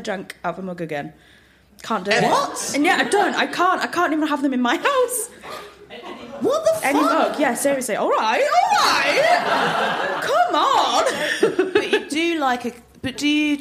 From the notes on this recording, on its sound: We recorded this episode live from the LEICESTER COMEDY FESTIVAL